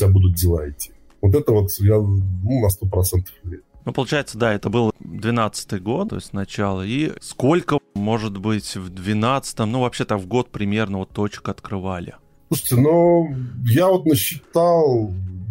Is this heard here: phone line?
no